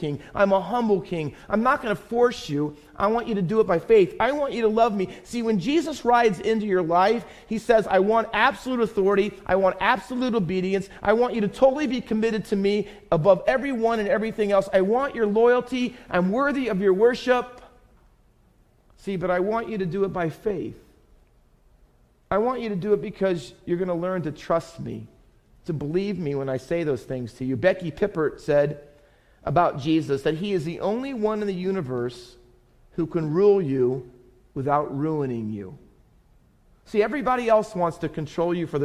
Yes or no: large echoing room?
yes